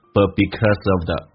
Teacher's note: 前面的几个单词都属于非实义词汇，用降调速度快一点